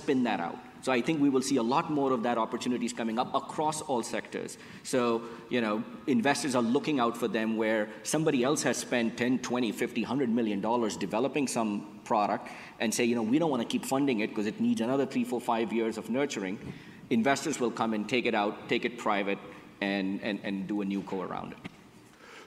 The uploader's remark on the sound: Recorded at an event held in May